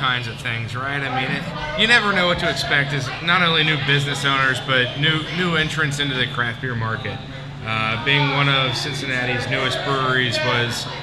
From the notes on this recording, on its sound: LIVE at Braxton! Live! At Braxton. From our live periscope feed and interaction via social media.